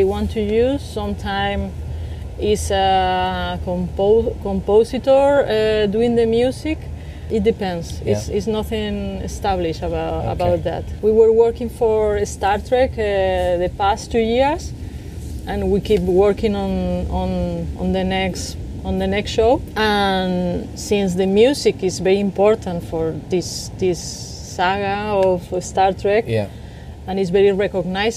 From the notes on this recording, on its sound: was recorded over lunch in her garden in LA